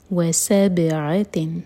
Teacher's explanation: نون کی آواز کو نہ تو ہولڈ کریں گے اور نہ ہی چھپائیں گے · Term: اظہار